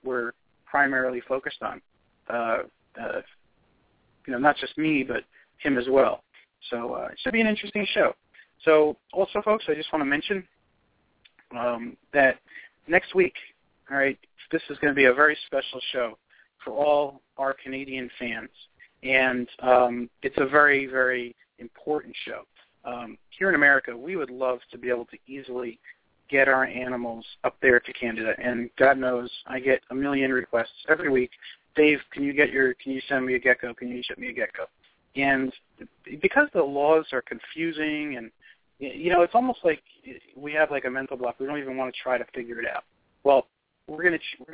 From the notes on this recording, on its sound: We will open the phone lines for your calls in the second half